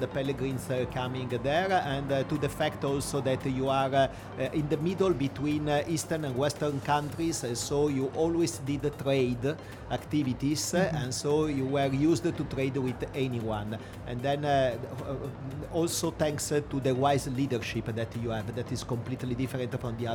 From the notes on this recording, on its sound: Live interview from SIBF 2022